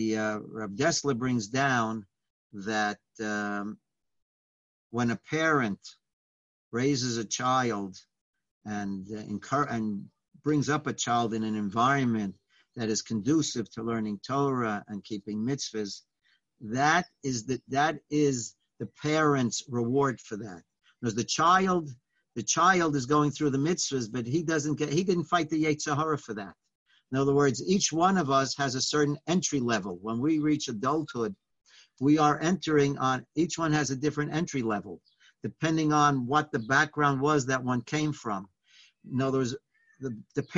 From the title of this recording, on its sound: Live On Zoom: 6-10-2020